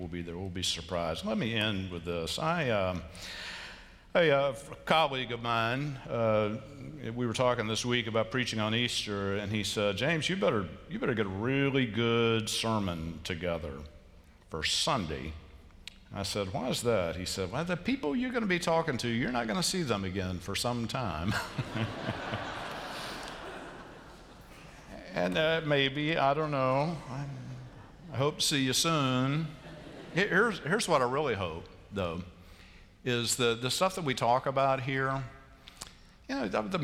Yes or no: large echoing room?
yes